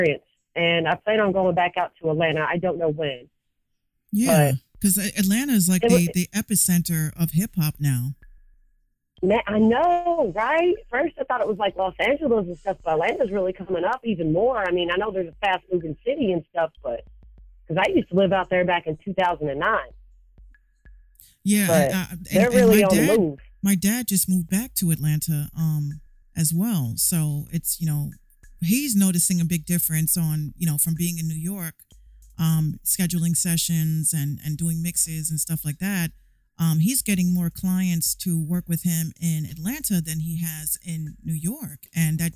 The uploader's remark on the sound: I recently sat down for a telephone interview.